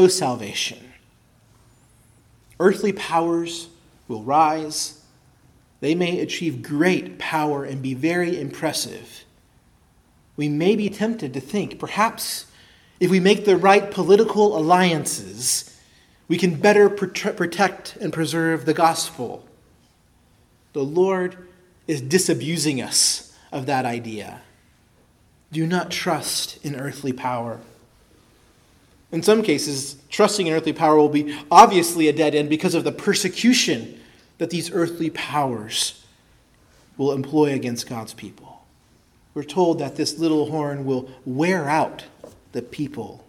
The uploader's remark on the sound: preached at Christ Our Savior Baptist Church